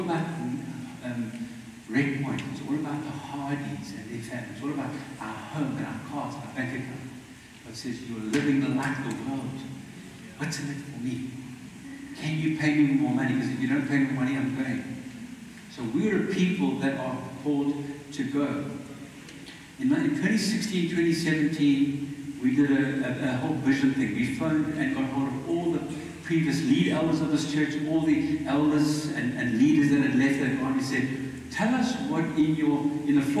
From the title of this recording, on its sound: Poor Audio